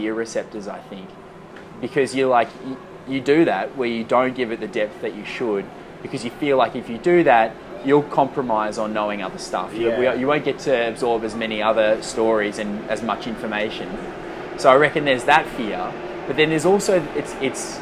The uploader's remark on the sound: LIVE FROM CHATSWOOD STATION. We recorded this episode after a long full day at the cafe in chatty, and figured the excitement of peak hour commuters surging through the station would be an appropriate backdrop for us to share in some mutual 21st-century delirium.